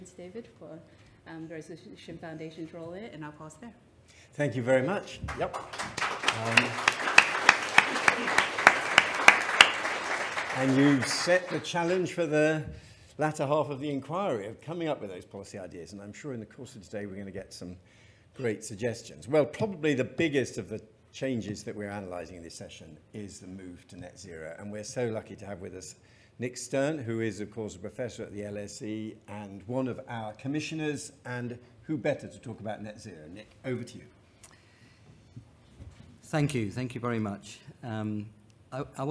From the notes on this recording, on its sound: Session 2 at The Economy 2030 Inquiry conference.